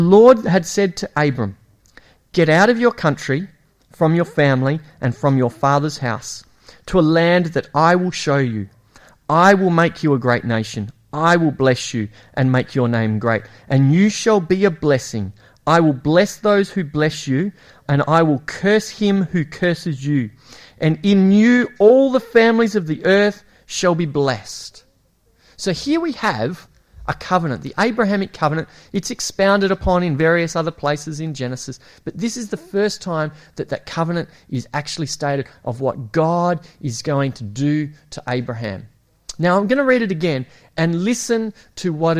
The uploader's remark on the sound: It was preached at Esperance Church of Christ